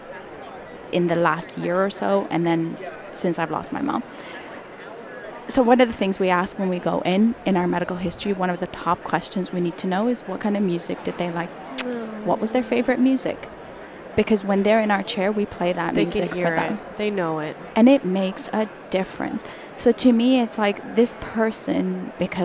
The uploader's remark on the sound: It was recorded live at the Ontario Dental Association meeting in Toronto, live on the trade show floor.